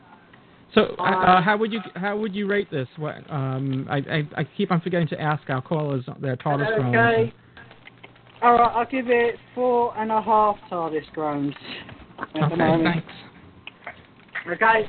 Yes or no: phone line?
yes